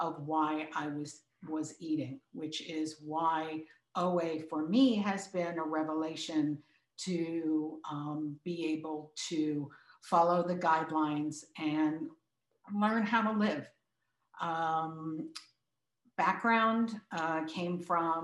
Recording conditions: video call